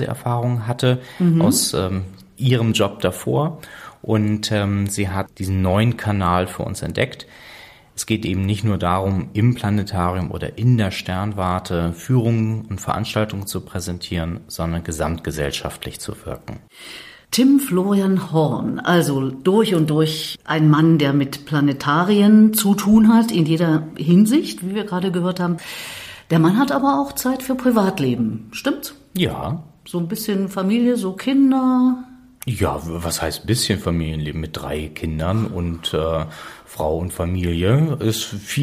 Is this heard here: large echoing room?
no